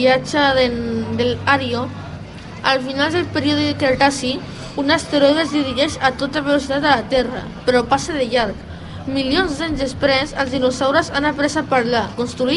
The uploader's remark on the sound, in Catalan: EN DIRECTE desde la Fira de la Candelera